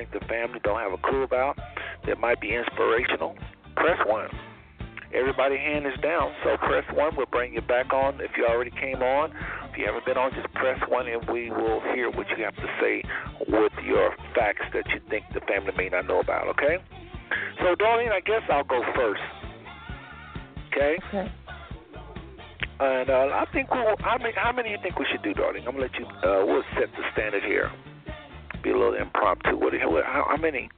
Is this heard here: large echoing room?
no